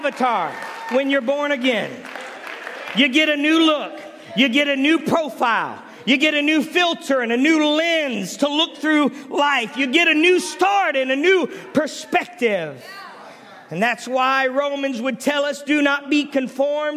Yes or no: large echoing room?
yes